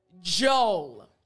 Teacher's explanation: You don't hear the D sound at all.